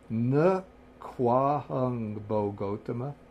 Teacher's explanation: So this kwahung, it comes from ko plus ahung. So what happens when the O meets the A is that the O turns into the V, and then the A gets lengthened. I think you could also write this just drop the short A and you can say kohung.